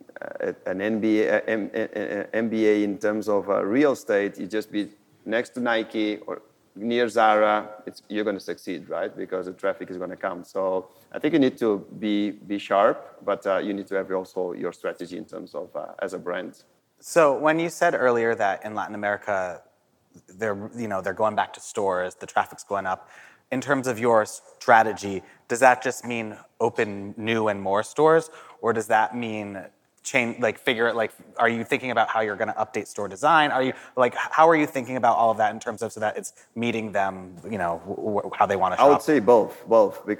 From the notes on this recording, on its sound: This episode was recorded live at the Modern Retail DTC Summit held in Miami.